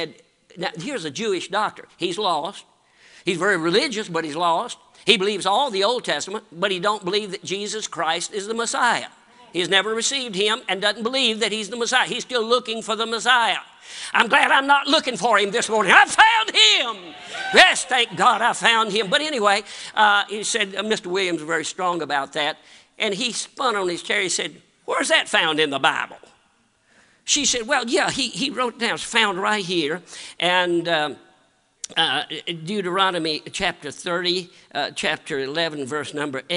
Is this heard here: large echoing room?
yes